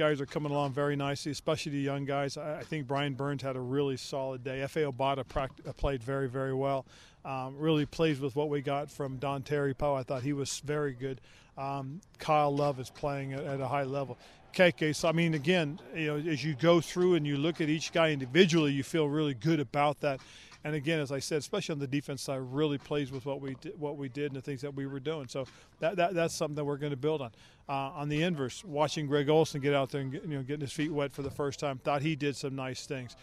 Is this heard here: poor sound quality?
no